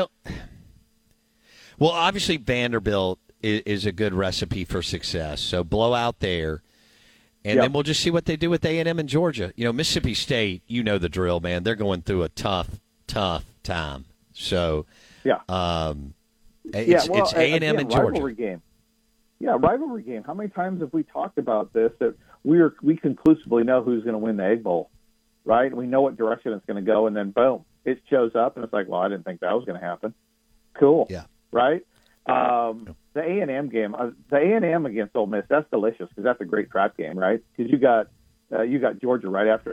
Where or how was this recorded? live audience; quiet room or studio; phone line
phone line